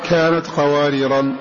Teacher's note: بإثبات التنوين مع إبداله ألفا عند الوقف